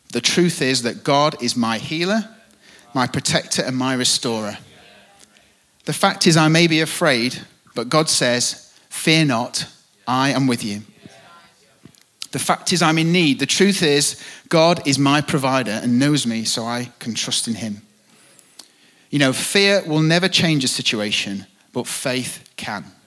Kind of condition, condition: setting, live audience